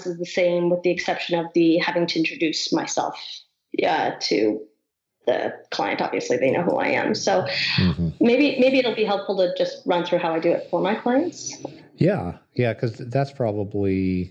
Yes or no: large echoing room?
no